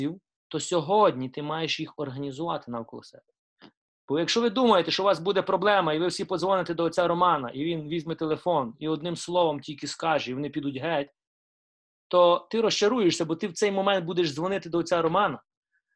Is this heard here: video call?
yes